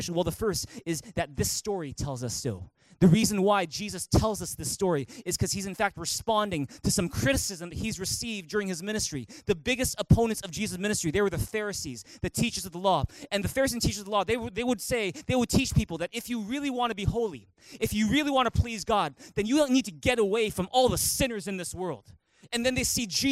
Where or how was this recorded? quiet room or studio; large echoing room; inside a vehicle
large echoing room